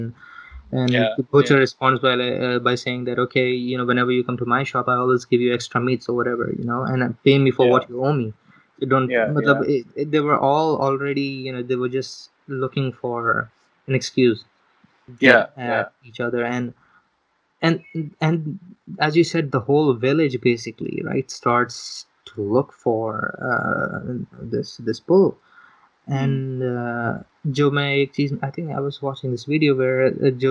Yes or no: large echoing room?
no